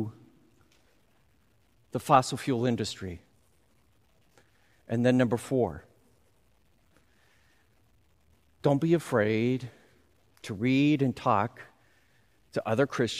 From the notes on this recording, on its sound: Recorded live at Beatitudes Church, Phoenix, AZ on 07/10/20